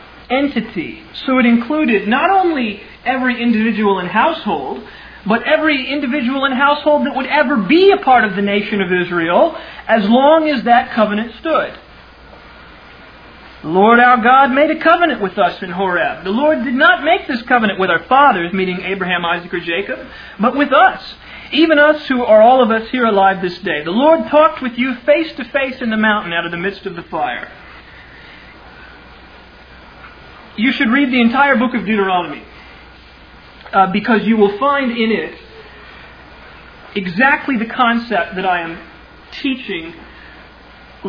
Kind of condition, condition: setting, large echoing room